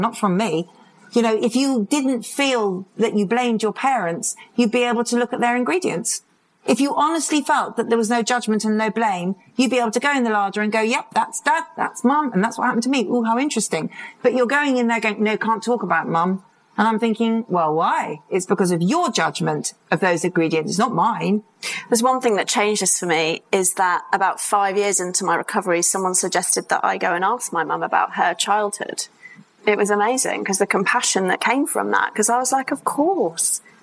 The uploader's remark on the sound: Live episode at ICAAD. This episode was recorded live at ICAAD Conference in London.